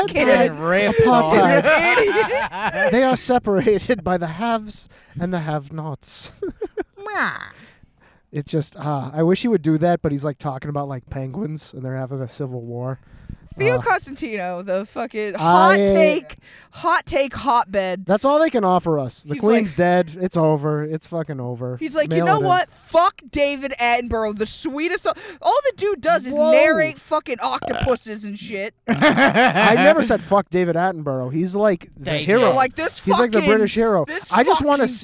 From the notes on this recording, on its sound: In the #1 top 1%'r car studio.